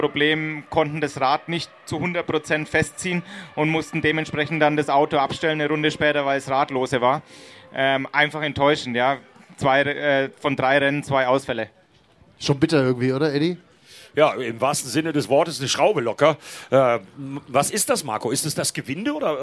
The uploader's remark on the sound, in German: Live vom Lausitzring. Live auf der Schaeffler-Bühne am Lausitzring. Die Folge wurde vor Publikum aufgezeichnet.